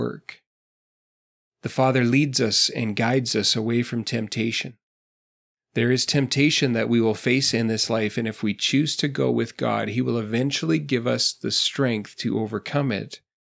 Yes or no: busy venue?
no